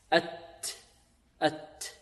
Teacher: أما هذه الكاف فهي شديدة ينحبس عندها الصوت